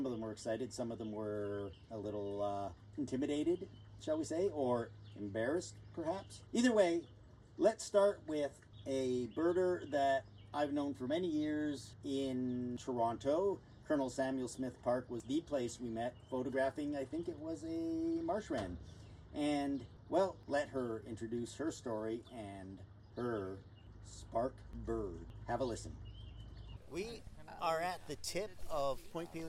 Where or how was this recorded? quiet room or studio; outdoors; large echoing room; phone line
outdoors